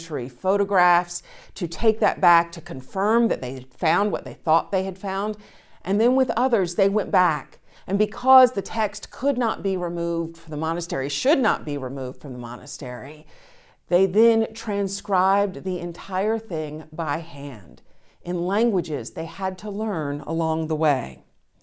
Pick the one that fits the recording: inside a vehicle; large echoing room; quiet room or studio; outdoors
large echoing room